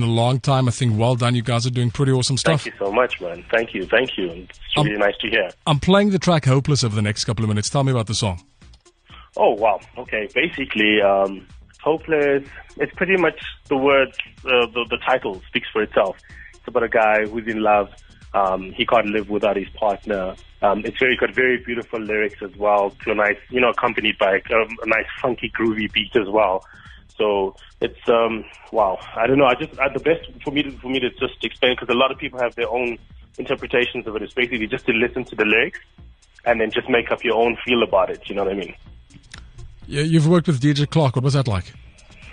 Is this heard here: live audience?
no